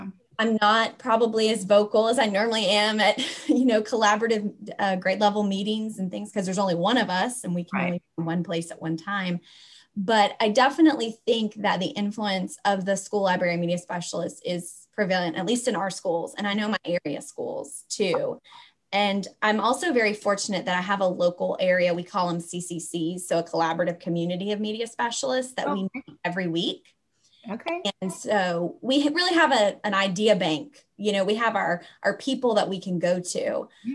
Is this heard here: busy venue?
no